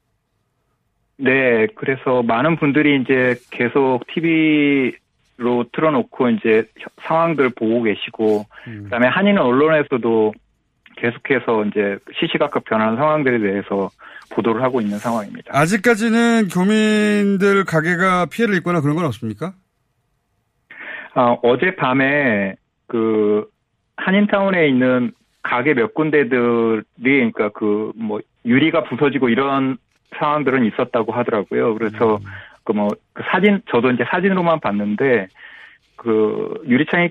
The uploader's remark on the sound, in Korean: 전화연결. (LA교민).